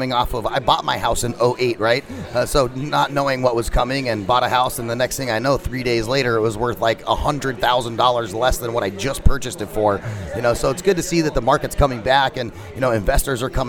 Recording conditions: busy venue